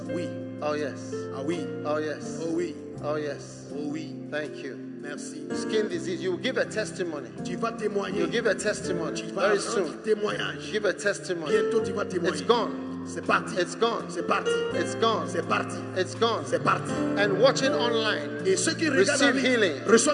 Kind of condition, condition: setting, live audience